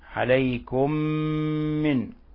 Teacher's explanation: إذن أن ينزل عليكم من خير، نلاحظ كيف اجتمعت الميم الساكنة، الميم الساكنة مع الميم المتحركة، وكيف أدغمنا الميم الأولى في الميم الثانية بما يسمى عند القراء إدغام مثلين صغير، عليكم من، ولاحظ أنه لابد من غنة مقدارها حركتين، ولابد من إطباق الشفتين والضغط عليهما